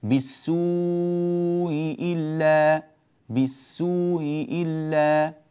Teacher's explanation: ففيه وجهان صحيحان مقروء بهما لقالون، هما الأول التسهيل في الهمزة الأولى بين على أصل القاعدة، طبعا مع الوجوه في المد، هكذا بالسوء إلا هكذا.